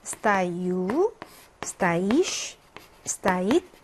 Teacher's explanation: 강세가 뒤에 어미 부분에 찍혀져 있고요